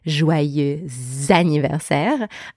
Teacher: There is what's called a liaison between the words joyeux and anniversaire. And that liaison brings the z sound between the two words.